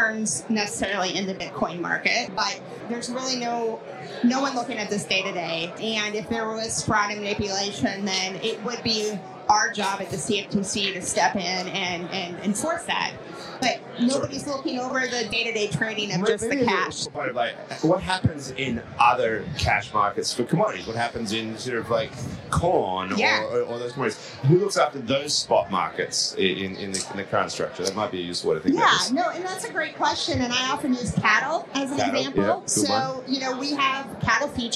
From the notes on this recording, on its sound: At CoinDesk's State of Crypto event in Washington, DC. In this special live episode of "Money Reimagined,".